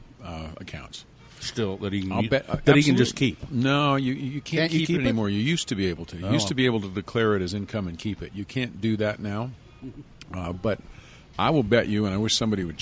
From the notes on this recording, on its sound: This episode was recorded at Zest in downtown SLC.